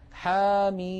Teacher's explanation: نلاحظ بأن حا مددناها بمقدار حركتين فقط لأنه مد طبيعي، بينما ميم مددناها ست حركات لأننا نطقنا ميما مكسورة بعدها ياء ساكنة بعدها ميم ساكنة.